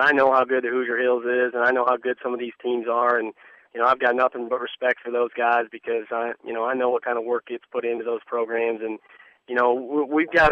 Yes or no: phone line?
yes